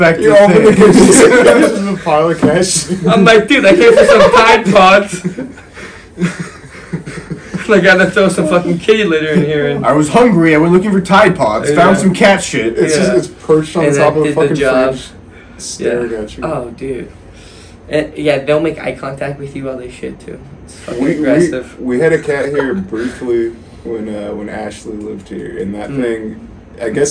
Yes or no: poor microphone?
yes